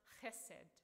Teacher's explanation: And so everyone get your throats ready, because you actually have to get a bit of a ch sound, all right? Right at the back of your throat. So it's pronounced hesed.